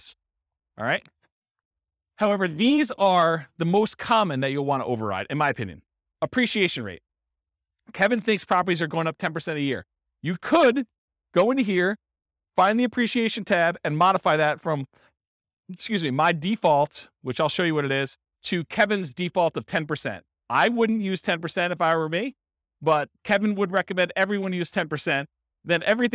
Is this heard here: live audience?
yes